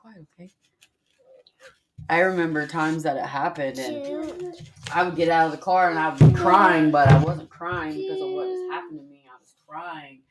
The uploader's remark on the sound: This one was recorded at her home with her two precious little girls. It's a little loud and there's a lot of sweet little voices and lots of things happening in the background.